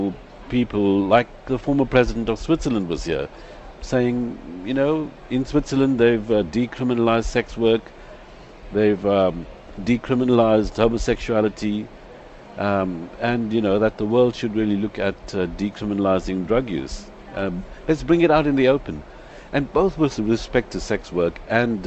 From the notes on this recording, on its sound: at the 21st International Aids conffrence